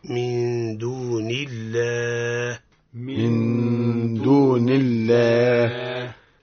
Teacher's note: لفظ الجلالة حكمه الترقيق نعم، لأنه سبق بكسر